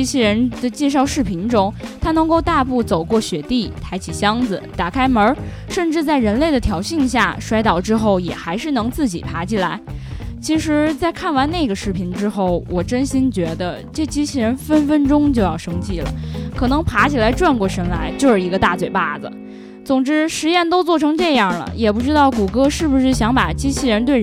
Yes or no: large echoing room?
no